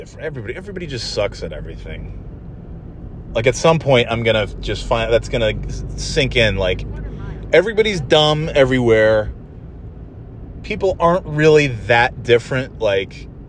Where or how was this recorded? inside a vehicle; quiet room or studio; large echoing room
inside a vehicle